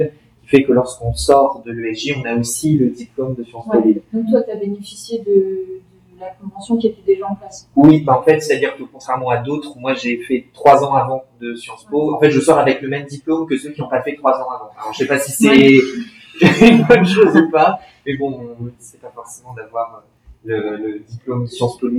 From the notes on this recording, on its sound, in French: Suite à un problème technique, l'enregistrement du direct a été effectué sur le micro de secours de l'ordinateur que nous utilisions… Bien que "nettoyé" pour rendre les propos des intervenants à peu près compréhensibles, le son reste néanmoins très perfectible.